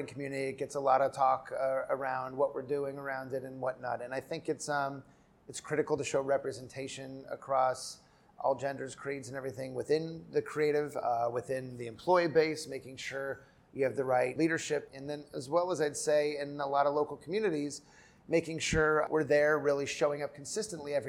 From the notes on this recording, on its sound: We’re back with another edition of the Masters of Brand Masters series, recorded on site at the ANA Brand Masters Conference in Bonita Springs, Florida.